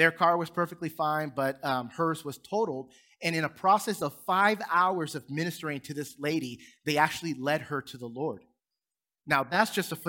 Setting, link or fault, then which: setting, large echoing room